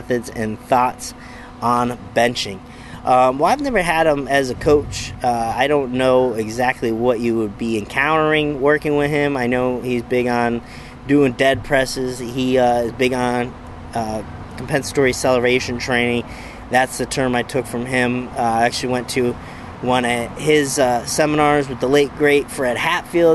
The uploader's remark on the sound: Bench Talk LIVE: Out by the BBQ Pit!